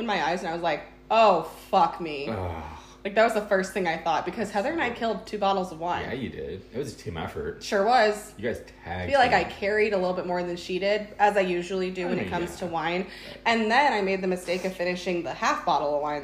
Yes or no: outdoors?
no